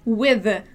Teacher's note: A gente tem que fazer o som do Z com a língua presa, ok? Então é with, ok?